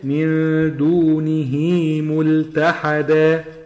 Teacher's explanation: هنا هاء الضمير مكسوره وبالتالي يكون المد بالياء · Term: مد الصلة